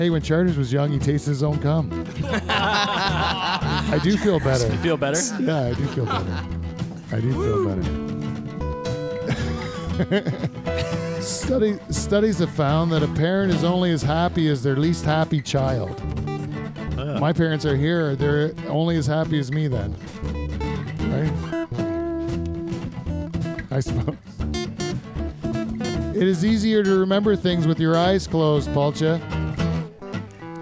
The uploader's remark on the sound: Goes on location to the site of this year's Bushstock Music Festival. On Location Lakeside Vista. Goes on location to the site of this year's Bushstock Music Festival.